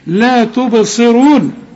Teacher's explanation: الصاد آخر درجات التفخيم